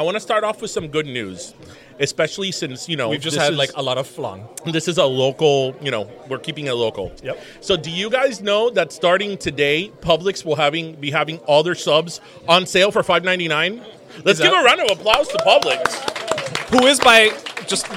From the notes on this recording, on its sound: We’re Live from the Burger Museum. We’re still gonna be stuffed from all the food we ate at this recording.